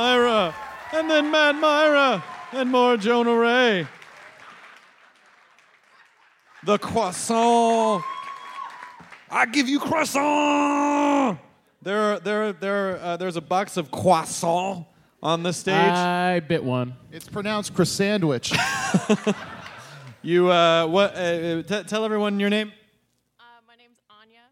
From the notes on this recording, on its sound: the live show in Toronto at the JFL42 festival